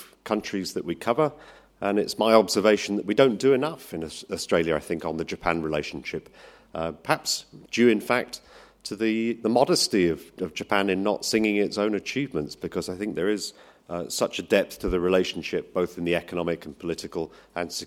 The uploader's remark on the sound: A La Trobe Asia event supported by the Consulate General of Japan in Melbourne Recorded at State Library of Victoria on 11 November 2019.